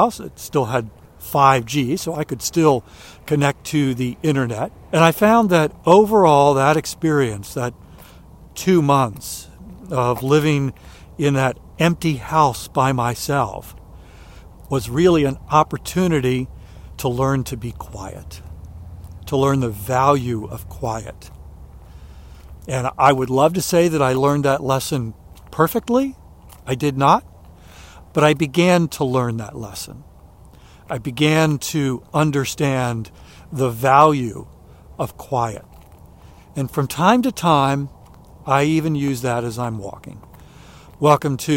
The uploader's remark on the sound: During today's ten-minute walk